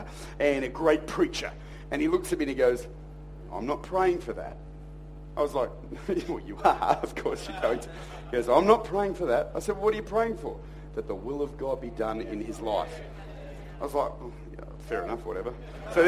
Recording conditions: large echoing room